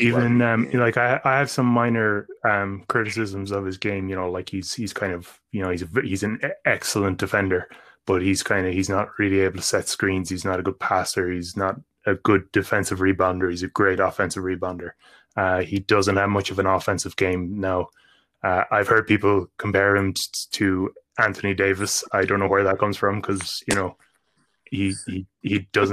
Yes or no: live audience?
no